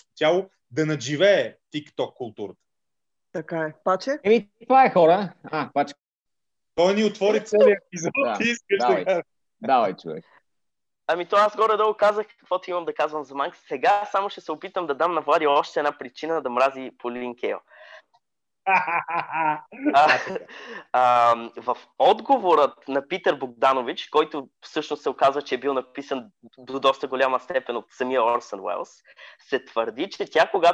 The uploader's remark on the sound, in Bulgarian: Тихо, филмът започва... по Zoom